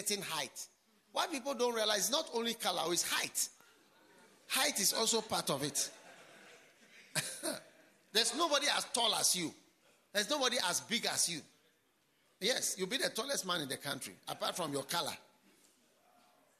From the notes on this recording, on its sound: Preached at the Healing Jesus Campaign Pastors' Conference in Chereponi, North-East Region of Ghana